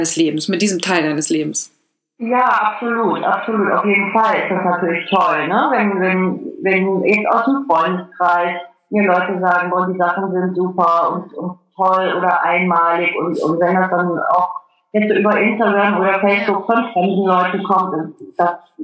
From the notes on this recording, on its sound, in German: Per Skype interviewt.